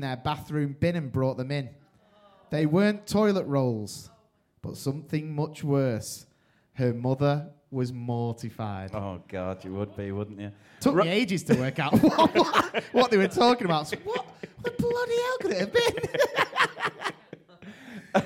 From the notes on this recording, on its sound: We have kicked off the new season with a special LIVE Podcast Episode we recording on Friday 3rd September as part of the London Podcast Festival. A massive thank you to everyone who came along or tuned.